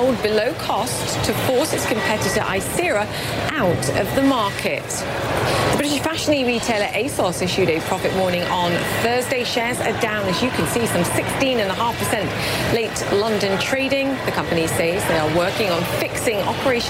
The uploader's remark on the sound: live from the New York Stock Exchange